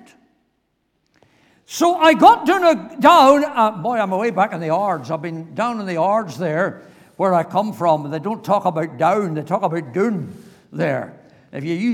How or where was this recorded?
large echoing room